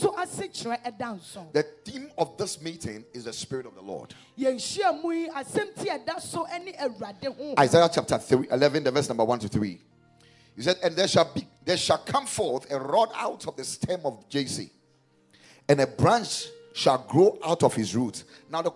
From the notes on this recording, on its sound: Preached at Spirit Expo Conference 2022.